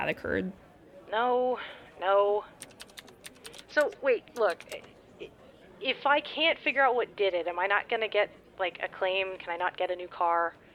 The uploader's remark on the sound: Call center background noise via Soothing Sounds to Concentrate on YouTube.